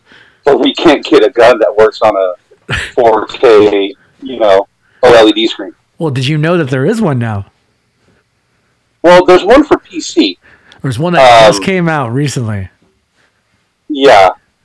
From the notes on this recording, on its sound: Audio is a little rough on this one just because we used zoom instead of our usual client Riverside.FM.